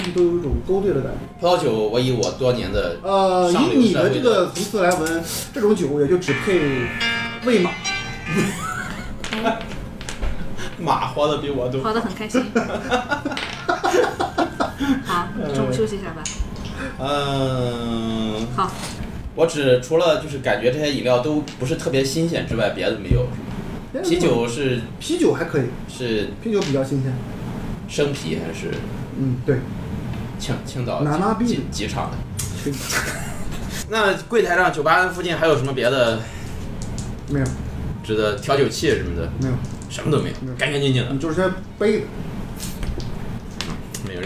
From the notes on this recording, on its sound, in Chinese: 这是兔子洞第一次尝试将我们平时跑团的过程录制下来。因为录制的环境和大家散座的位置，收音的质量可能比较差。